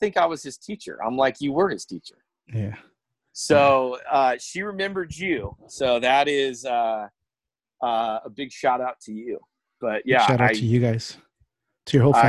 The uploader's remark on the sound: In this episode I sit, via Zoom